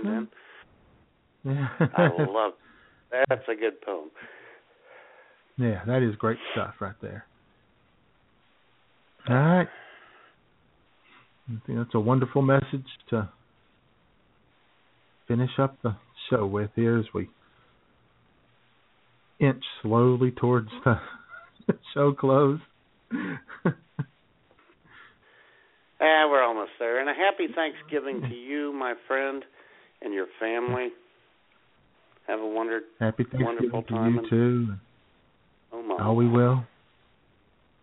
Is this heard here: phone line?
yes